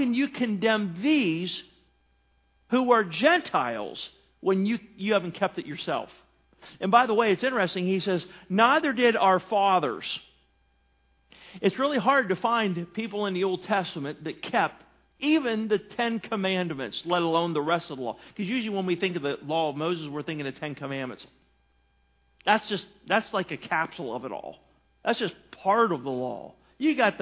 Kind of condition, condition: setting, large echoing room